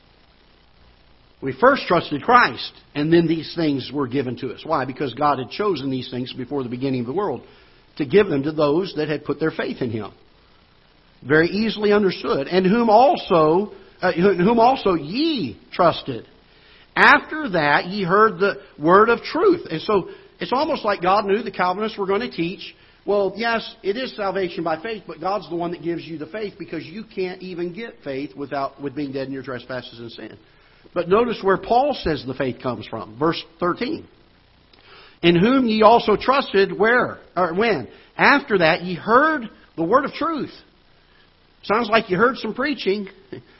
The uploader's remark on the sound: Ketha Heights Baptist Church ~ Live Broadcast